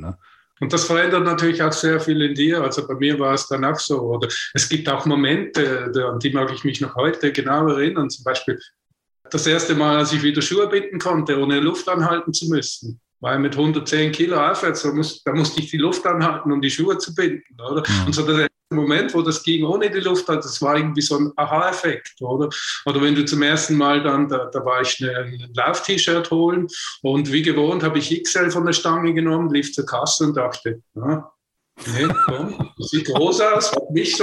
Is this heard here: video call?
yes